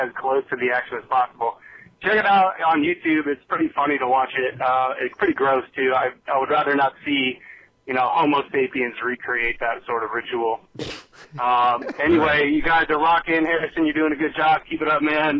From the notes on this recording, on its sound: Phone calls.